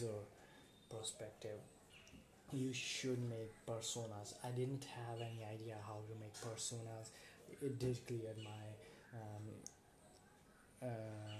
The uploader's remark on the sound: Sorry for the low voice I didn't had a clear idea on what pitch I should talk in the episode because I was using different mic.